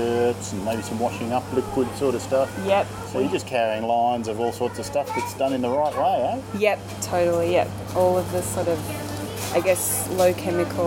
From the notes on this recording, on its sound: Recently, these 5 year old recordings were found in the Behind the Lines vaults, and this is the result. Apologies for the wind noise throughout the recording, we have done our best to keep things easy to understand.